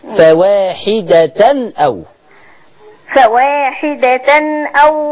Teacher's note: لما تلاقي التنوين ورا منه همزة ما تعلقيش عليه عشان ما تجيش معاكي غنة. فواحدة أو فواحدة أو ما ملكت أيمانكم.